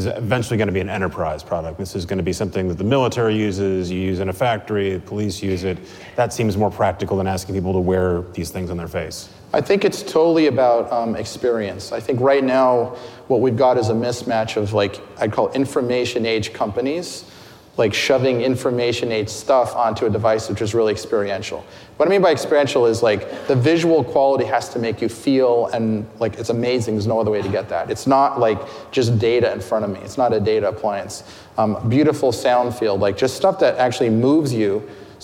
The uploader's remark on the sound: Live at Code Media 2018